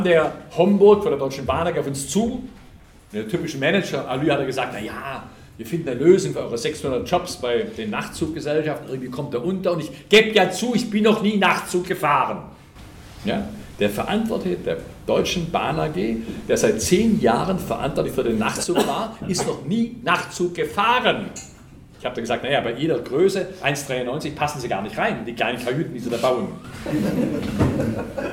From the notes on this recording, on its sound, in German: Ihr hört den Mitschnitt einer Veranstaltung